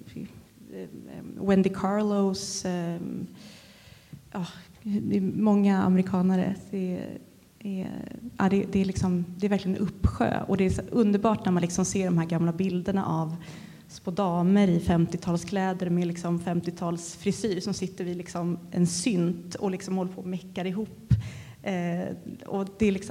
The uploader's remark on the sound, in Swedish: Live på Musikaliska. Podden är inspelad live för publik på Musikaliska.